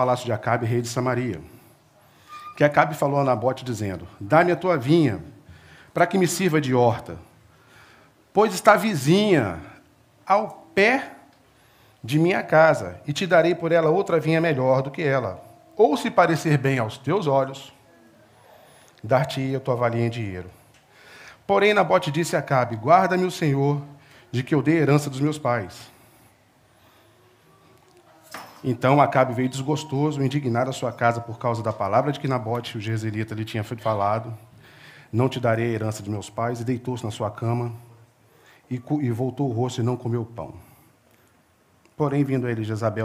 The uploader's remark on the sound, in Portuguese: Culto Celebração Manhã